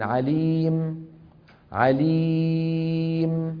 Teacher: كيف بنوقف عليها بالإشمام؟ عليم، يعني منسكن بنضم الشفتين، عليم، عليم، هي أربعة، الآن ستة، عليم، تمام؟